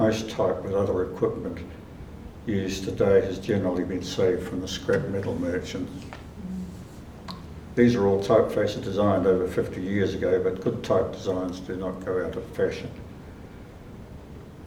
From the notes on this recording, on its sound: Recorded at the exhibition opening on the 31 March 2023.